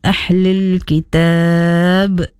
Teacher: Qalqalah pada hujung ayat be. Itu adalah qalqalah. Wajib kita zahirkan.